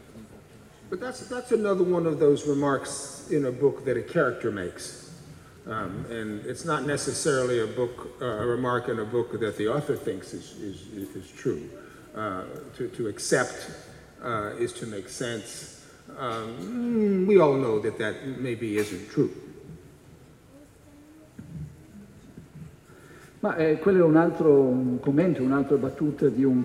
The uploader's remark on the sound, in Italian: al Festivaletteratura 2015